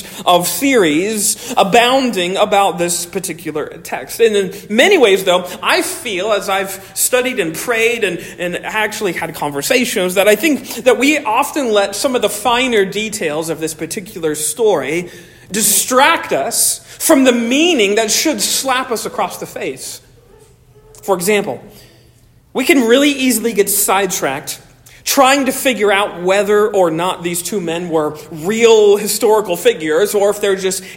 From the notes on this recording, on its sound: Originally delivered 30 July 2023 at Stonington Baptist Church, Paxinos, PA. At Stonington Baptist Church, Paxinos, PA.